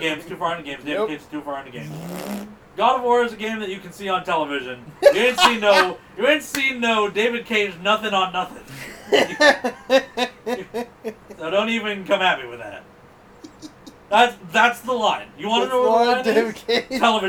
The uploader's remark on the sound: We weren't able to get together this week to record, so instead we're posting a compilation of various clips I made with my portable recorder in the year leading up to the start of the show.